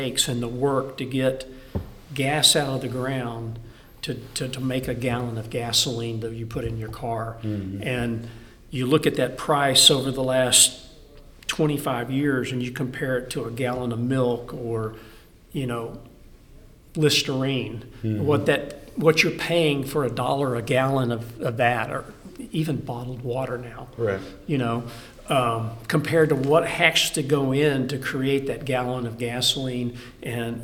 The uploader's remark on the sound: The conversation is the first of the special episodes recorded from the GPA Midstream Annual Convention.